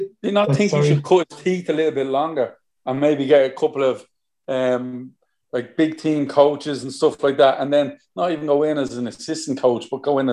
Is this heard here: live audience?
no